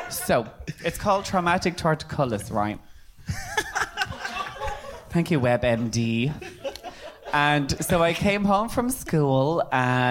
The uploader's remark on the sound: At my third live show. In front of a lively crowd of predrinkers.